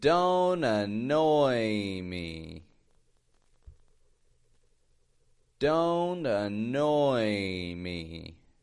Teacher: stretching out the oi and then the E.